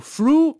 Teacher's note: 舌尖的 r， frfr，后面是稍微撅嘴唇的 u